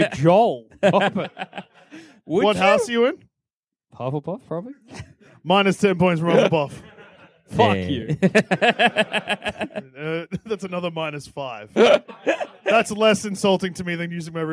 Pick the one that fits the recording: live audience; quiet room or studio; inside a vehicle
live audience